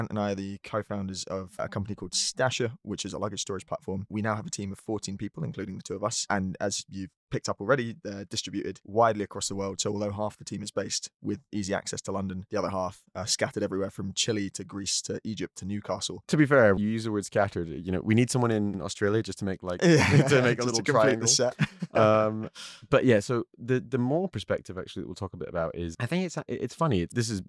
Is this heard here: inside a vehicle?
no